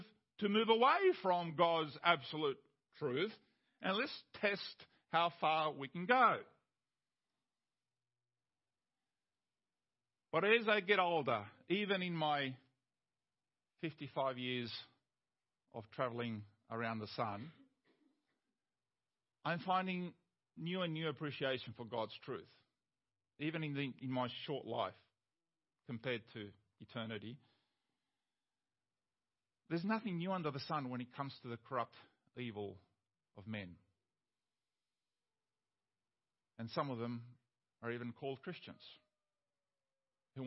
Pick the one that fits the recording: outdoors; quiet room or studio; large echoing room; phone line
large echoing room